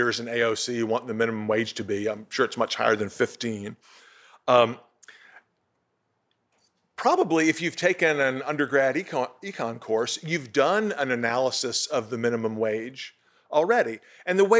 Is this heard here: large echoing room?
yes